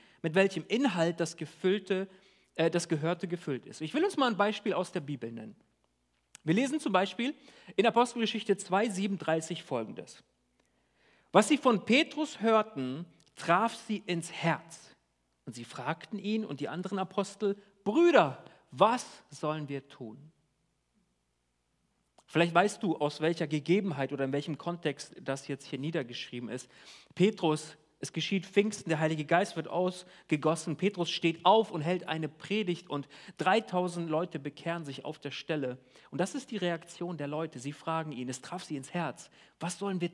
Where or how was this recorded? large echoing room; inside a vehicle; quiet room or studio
large echoing room